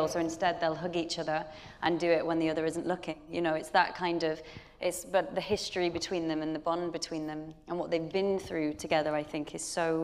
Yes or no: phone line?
no